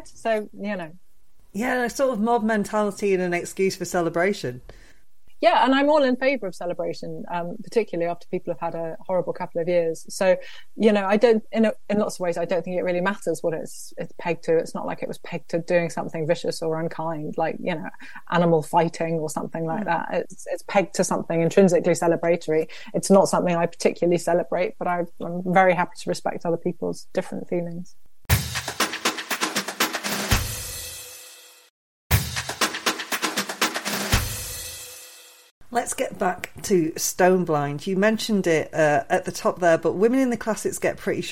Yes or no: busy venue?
no